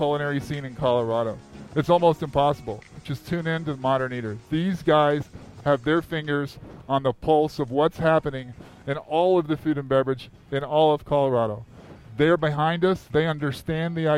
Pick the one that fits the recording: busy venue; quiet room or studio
busy venue